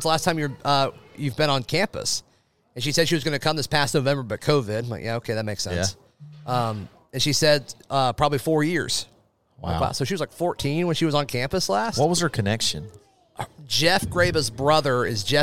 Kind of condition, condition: setting, busy venue